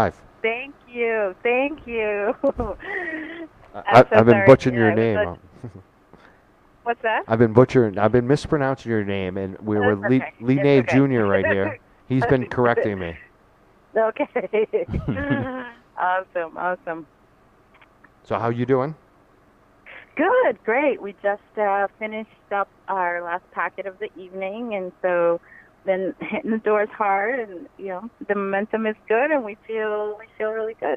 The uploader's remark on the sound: Live in studio and a phone call.